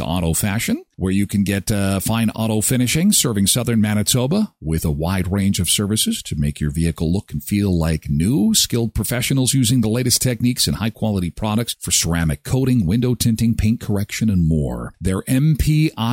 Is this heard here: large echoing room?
no